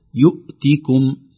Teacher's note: فالهمزة لا تقلقل أبدا لكن تظهر شدتها بهكذا بانحباس الصوت